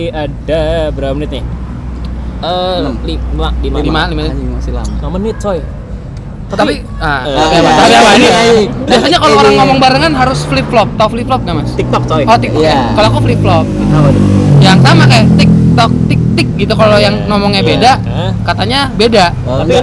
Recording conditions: outdoors